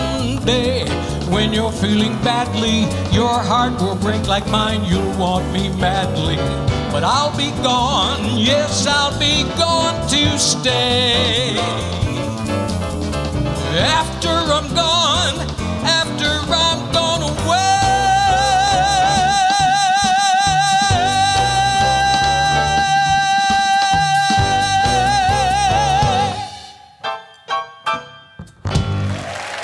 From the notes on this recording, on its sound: Live at the SouthPoint Casino